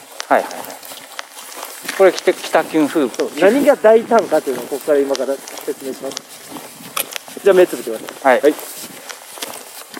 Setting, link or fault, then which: setting, outdoors